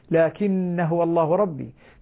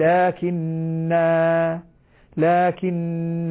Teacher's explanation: لما أقف عليها لا يجوز أن تذهب الألف، بل ترجع الألف ثابتة مستقرة في الوقف · Shown in: second take · فنقول لكن، لكن، هكذا.